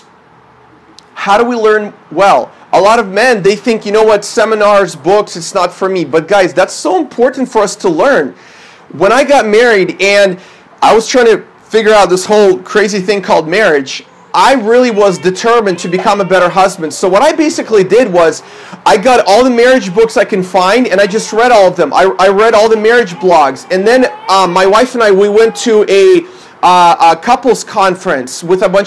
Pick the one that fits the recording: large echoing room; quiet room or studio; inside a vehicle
large echoing room